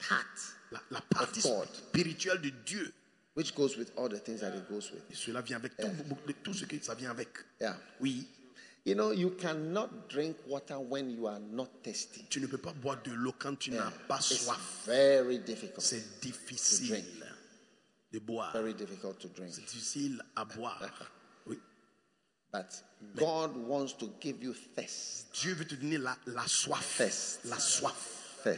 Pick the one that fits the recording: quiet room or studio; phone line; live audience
live audience